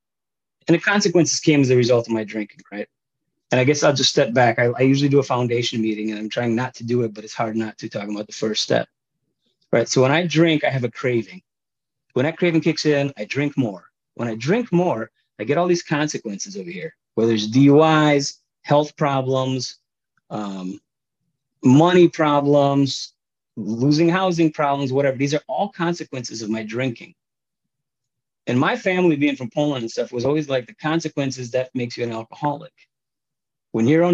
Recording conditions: video call